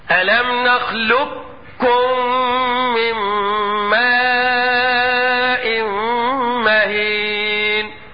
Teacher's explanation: بس الادغام لنا فيه هنا وجهين، اما ان ادغم ادغام كامل وهو ان بعد اللام انطق كاف مشددة هكذا ألم نخلقكم من ماء مهين.